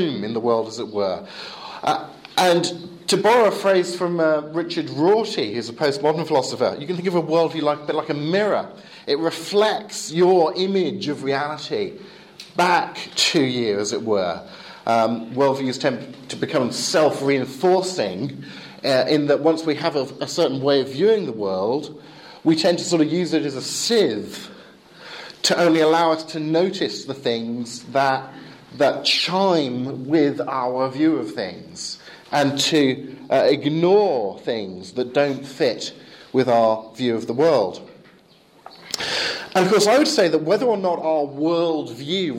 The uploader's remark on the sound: Lecture with Q&A delivered in English at Eastern European Bible College in Romania, May 2012.